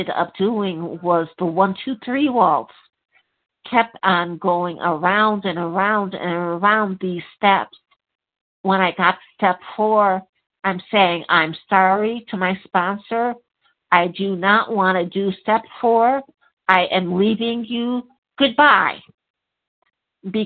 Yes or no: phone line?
yes